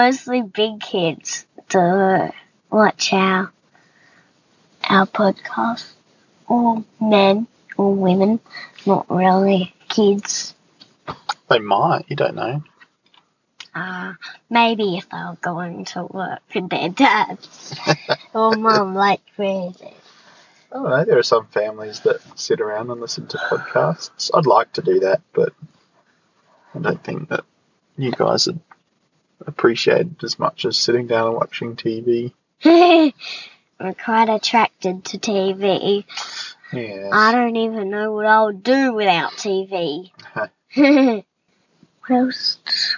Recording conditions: inside a vehicle